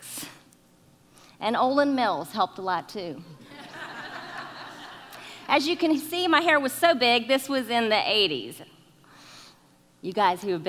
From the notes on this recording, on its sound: keynote talk from August 2019